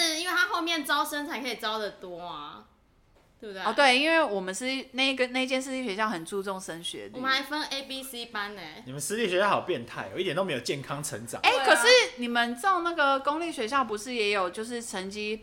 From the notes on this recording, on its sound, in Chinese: 邊哄小孩邊錄音超敬業 聲音距離較遠敬請見諒。